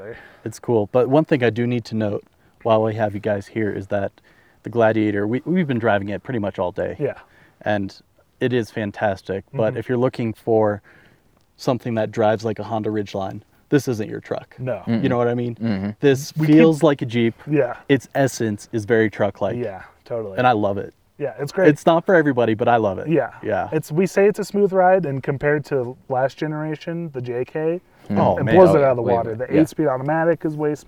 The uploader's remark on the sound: 2020 Jeep Gladiator Rubicon. Record this episode from the side of a mountain.